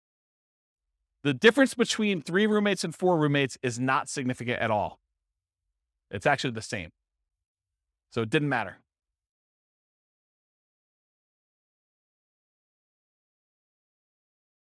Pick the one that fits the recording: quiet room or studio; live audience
live audience